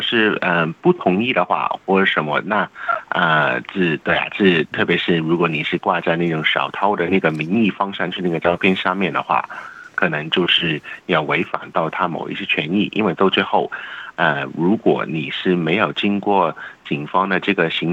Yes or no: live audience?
no